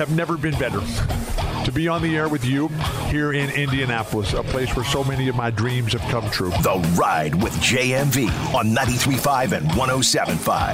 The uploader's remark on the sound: takes some phone calls from listeners of the show